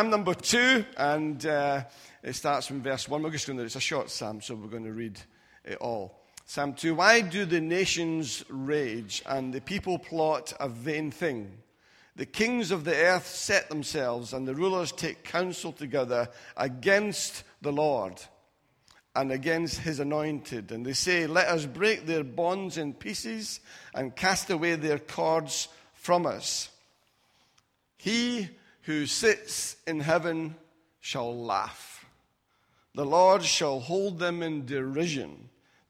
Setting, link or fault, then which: setting, large echoing room